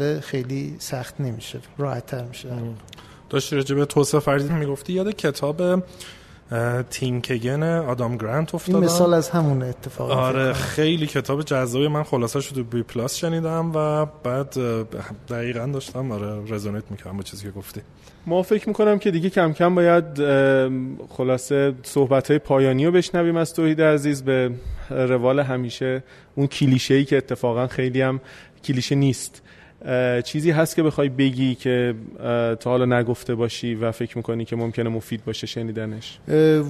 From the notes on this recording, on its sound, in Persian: این مصاحبه در پنجمین تولد پادکست و با حضور جمعی از همراهان عزیز ۱۰صبح ضبط شده است.